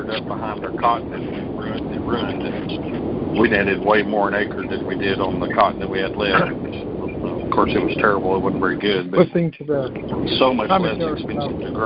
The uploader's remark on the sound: Monthly Cotton Conference Call.